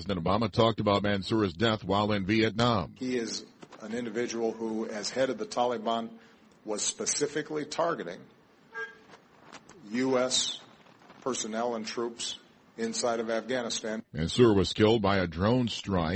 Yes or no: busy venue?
yes